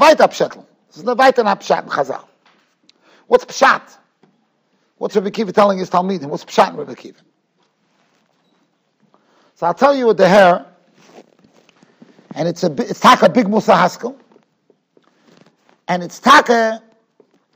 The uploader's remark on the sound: Shiur recorded in Yeshivas Ohr Reuven, Monsey, NY.